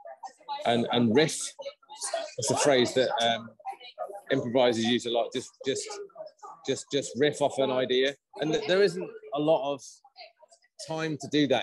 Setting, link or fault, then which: fault, background noise